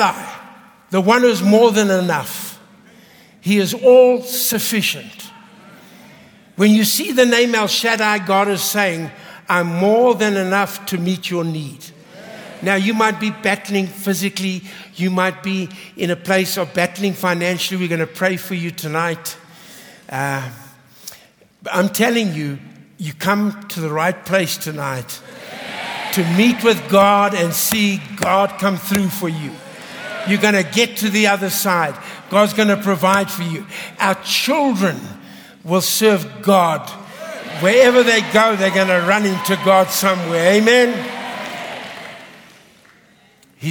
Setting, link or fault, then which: setting, large echoing room